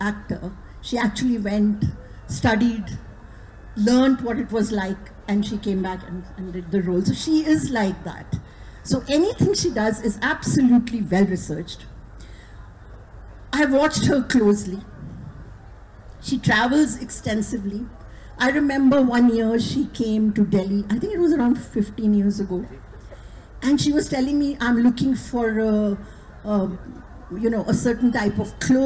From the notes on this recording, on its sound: A live session from Jaipur Literature Festival 2023!